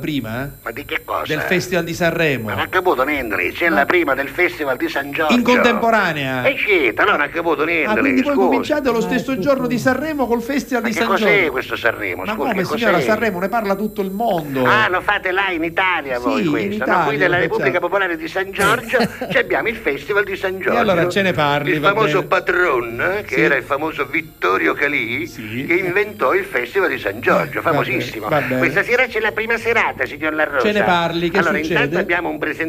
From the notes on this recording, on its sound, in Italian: Ci da al telefono alcune anticipazioni.